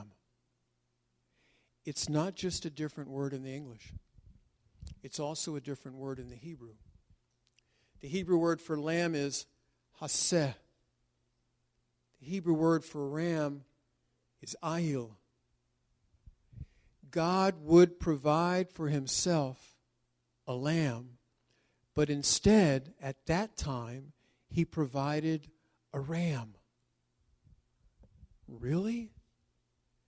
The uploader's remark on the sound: This was recorded during a “shortened” service that occurred before the yearly Congregational Seder.